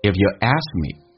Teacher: if you ask 的 k 是不用发音，这叫略音，因为后面是一辅音开头，就变成 if you askme。